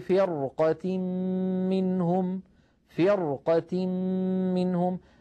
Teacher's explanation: الراء هنا ساكنة وقبلها مكسور لكن بعدها قاف مفتوحة فرقة، فأيضا هذه الراء مفخمة لأن بعدها حرف استعلاء غير مكسور.